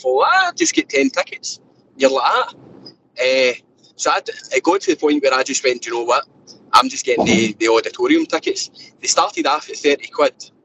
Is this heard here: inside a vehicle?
yes